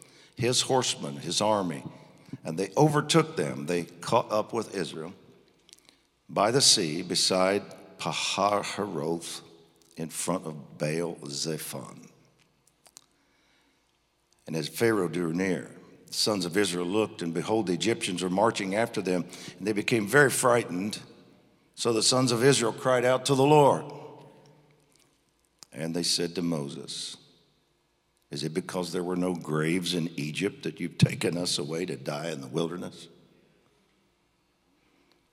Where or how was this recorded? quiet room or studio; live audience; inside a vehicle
live audience